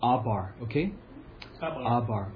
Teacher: there's no R sound in the back